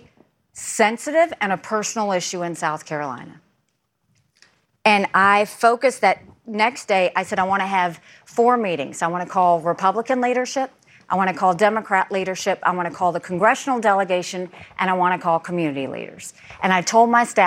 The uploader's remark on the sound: Moderates a live Republican Presidential Town Hall. From Des Moines, Iowa.